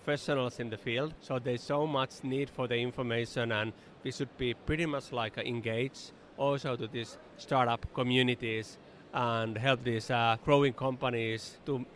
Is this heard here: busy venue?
yes